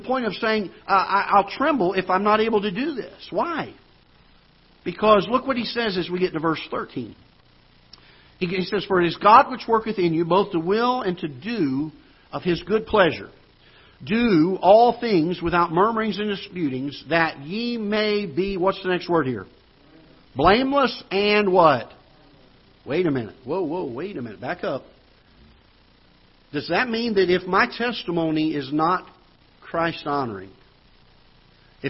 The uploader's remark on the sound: Ketha Heights Baptist Church ~ Live Broadcast